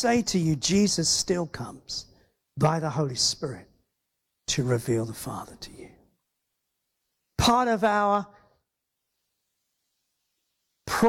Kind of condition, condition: setting, large echoing room